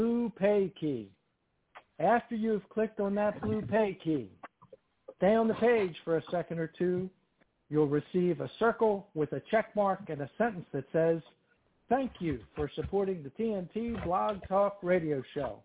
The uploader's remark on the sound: TNTSuperfantastic Conference Call